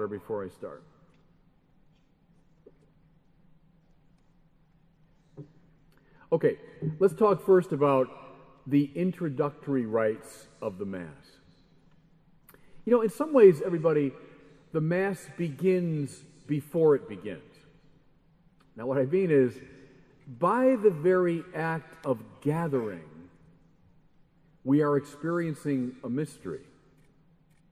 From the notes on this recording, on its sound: Keynote address at Adoremus. The Adoremus Eucharistic Congress and Pilgrimage in Liverpool.